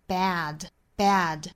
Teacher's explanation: 美音的话呢是更倾向于左右嘴角裂开，然后上下是两指这样距离的一个梅花 a 的音